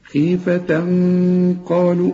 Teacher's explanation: والغنة هنا بقى مفخمة علشان القاف مفخمة